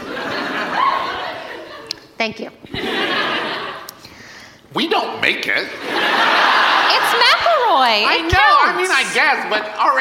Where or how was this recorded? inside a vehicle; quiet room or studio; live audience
live audience